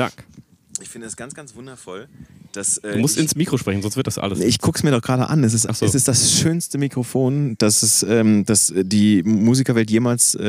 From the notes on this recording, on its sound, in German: in unmittelbarer Nähe zum Grill